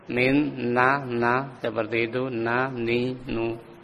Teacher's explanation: ujung lidah dengan gusi itu kan keluarnya makhraj huruf nun